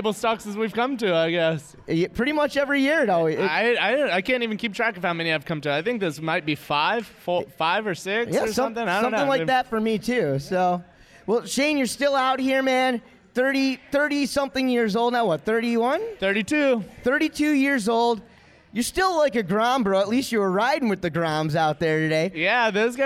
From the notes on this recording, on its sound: Live From Cablestock. Live from TSR’s CableStock 2016! Impromptu conversations and interviews during “Casino Night” at the 15th Reunion of the Texas Ski Ranch.